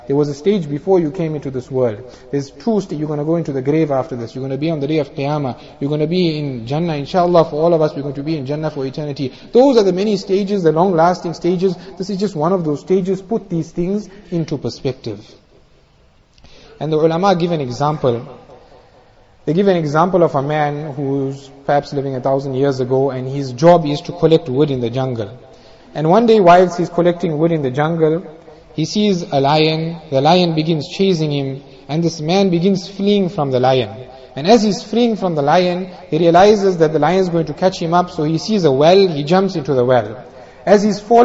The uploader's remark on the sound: Jumuah Lecture